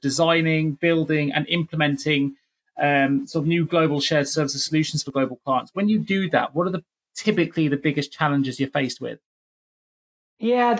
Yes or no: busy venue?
no